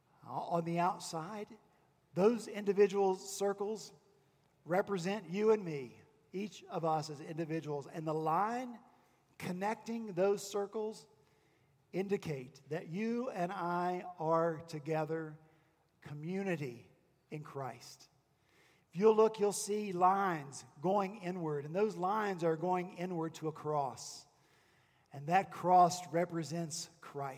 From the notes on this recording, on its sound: this past Sunday, January 19 at Redeemer Presbyterian Church in Charleston, SC.